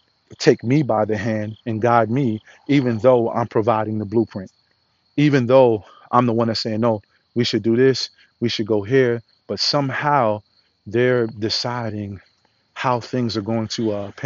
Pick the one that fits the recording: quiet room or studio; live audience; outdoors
outdoors